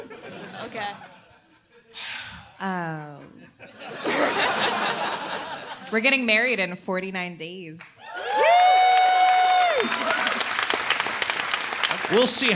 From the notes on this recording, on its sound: Live podcast in Seattle to a powerful crowd. LIVE from Seattle 2014.